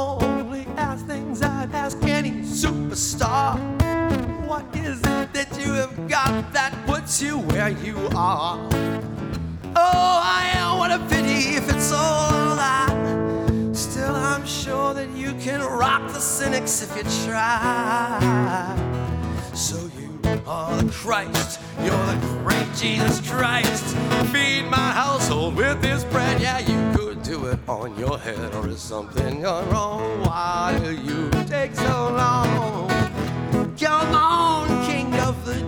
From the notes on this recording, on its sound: Recorded March 27 2016 at Nick's, Worcester MA